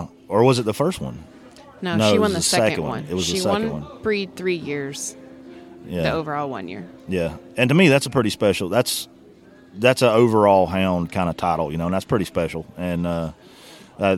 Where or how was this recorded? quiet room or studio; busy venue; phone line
busy venue